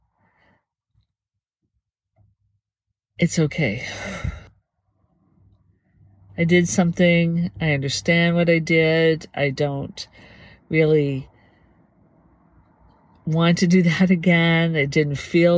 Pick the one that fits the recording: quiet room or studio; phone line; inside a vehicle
inside a vehicle